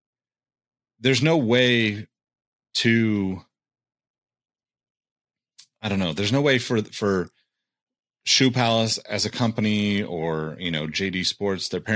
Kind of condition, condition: link, video call